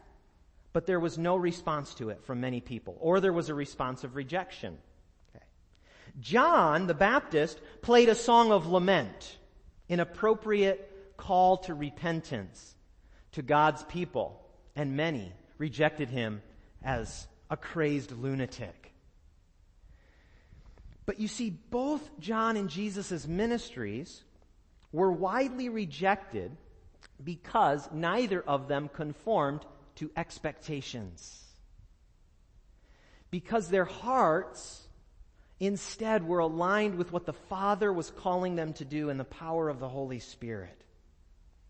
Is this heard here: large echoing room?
yes